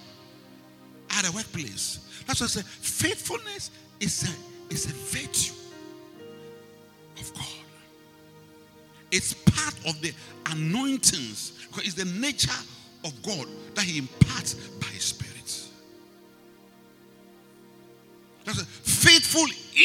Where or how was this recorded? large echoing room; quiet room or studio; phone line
large echoing room